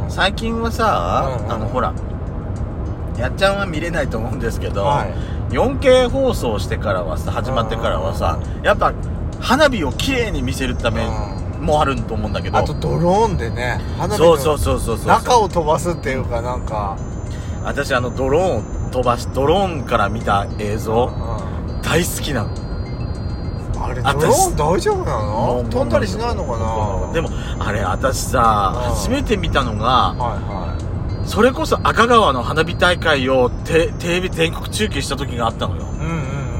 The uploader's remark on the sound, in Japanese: ドライブ収録 #ロードノイズごめんね